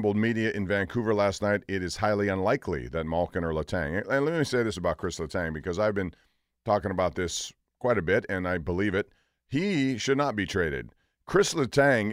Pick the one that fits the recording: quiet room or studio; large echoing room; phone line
quiet room or studio